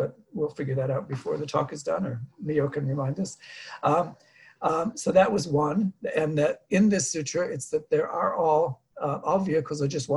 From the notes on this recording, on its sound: Dharma talk via Zoom.